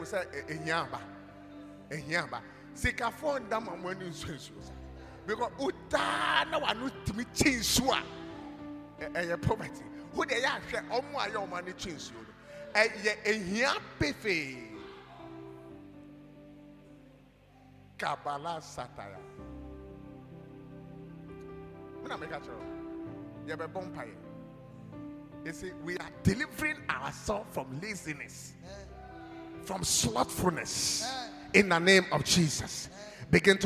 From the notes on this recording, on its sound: preached at God's Haven Ministries, The Purpose Assembly on Friday 28th April, 2023.